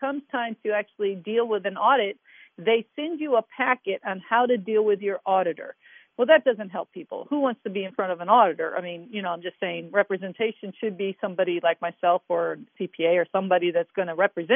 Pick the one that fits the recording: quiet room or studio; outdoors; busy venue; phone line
phone line